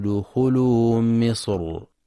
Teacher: الحالة الثانية، إذا سكنت الراء وقبلها حرف استعلاء ساكن وقبله مكسور، وذلك عند الوقف بالسكون على كلمة مصر والقطر. ورجح الإمام ابن الجزري التفخيم في مصر